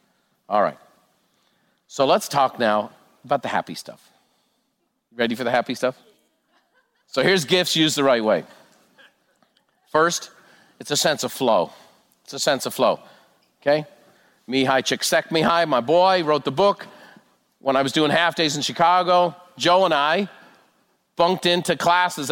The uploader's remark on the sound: A live recording from Buffini & Company Peak Experience.